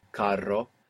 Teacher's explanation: So we have two R's in carro. That's why we have this rolling R.